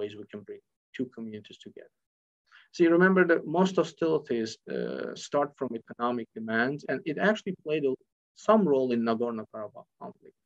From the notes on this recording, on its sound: This panel was part of the virtual 2021 REECAS Northwest Conference.